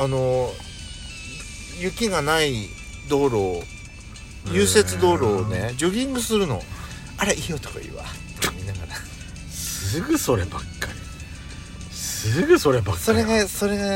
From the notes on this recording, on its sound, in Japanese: Radiotalk。パーキング収録。